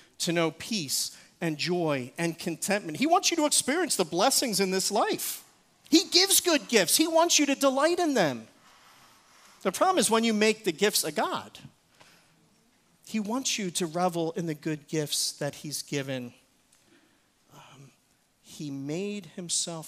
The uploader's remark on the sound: Recorded service